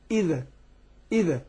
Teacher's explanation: الزال يا جماعة تخرج من طرف اللسان